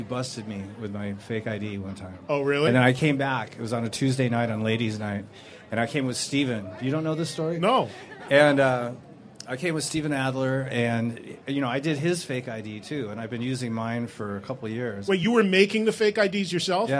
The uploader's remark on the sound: joined live at the Rainbow in Hollywood